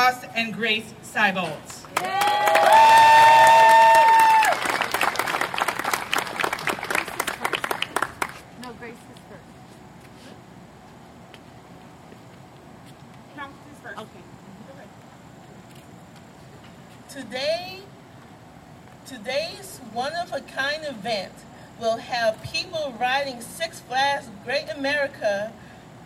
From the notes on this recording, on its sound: LIVE From CoasterChallenge at SixFlags Great America.